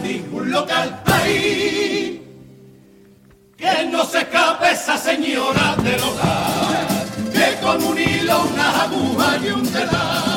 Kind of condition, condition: setting, live audience